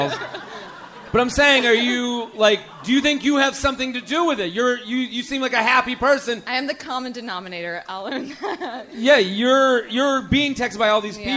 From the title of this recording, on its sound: LIVE From The Comedy Zone in Charlotte